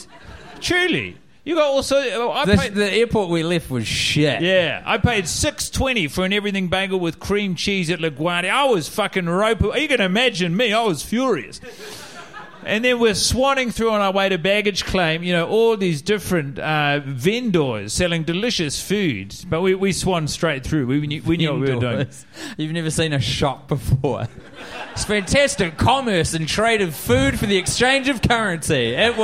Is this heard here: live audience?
yes